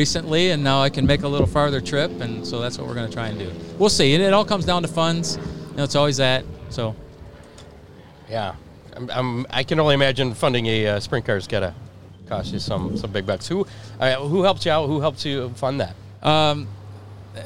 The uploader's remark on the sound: LIVE FROM BIG D's PIZZA